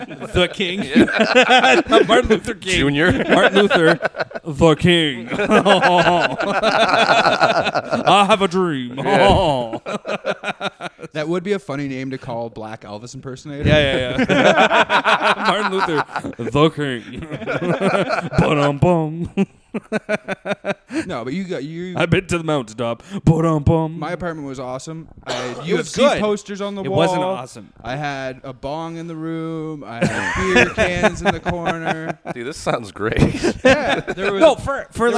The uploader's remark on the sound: recorded at Rivals Sports bar